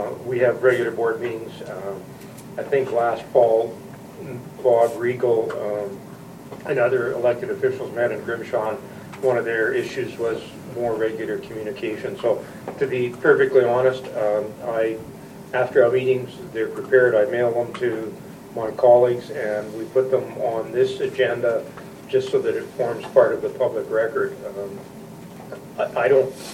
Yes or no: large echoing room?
yes